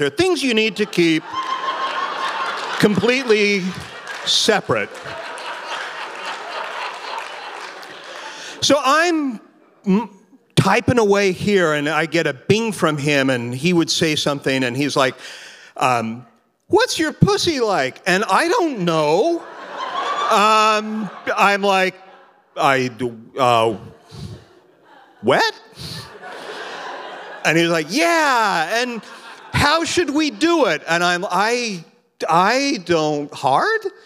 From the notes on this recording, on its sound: Recorded at The Alberta Rose Theatre in Portland, OR on June 11, 2016.